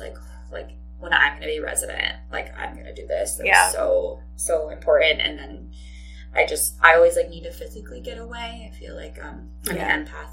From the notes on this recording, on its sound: The audio unfortunately is not the best.